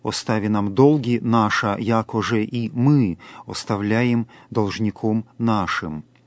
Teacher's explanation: на слове «мы» имеется явное логическое ударение. Именно «мы» оставляем, «мы сами оставляем тем, кто согрешил против нас», и только при этом условии можем просить о том, чтобы Бог простил наши грехи.